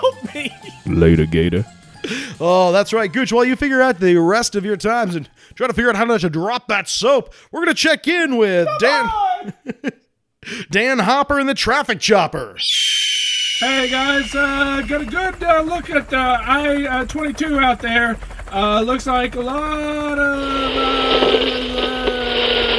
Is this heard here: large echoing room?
no